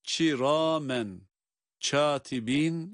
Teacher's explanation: bakınız ç harfine yakın bir sesle çiramen, çatibin şeklinde okumak yanlış